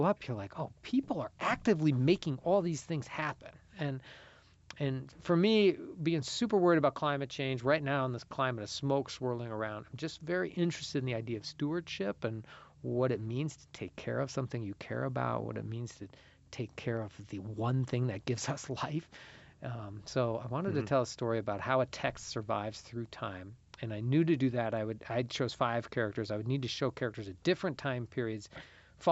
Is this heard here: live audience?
no